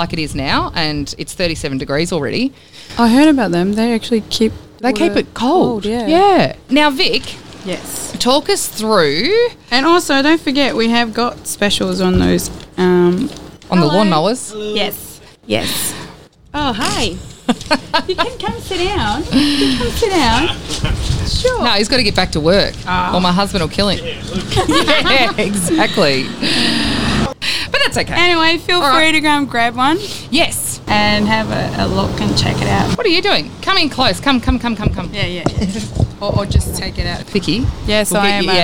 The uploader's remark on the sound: LIVE from Autopro Robinvale. You have all of the ambience of being out on Bromley Road during construction.